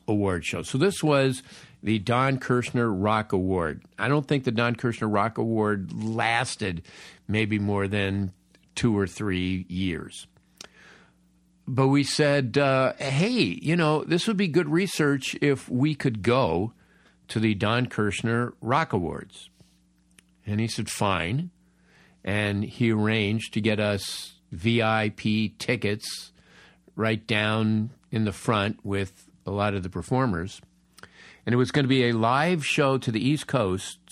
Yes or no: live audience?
no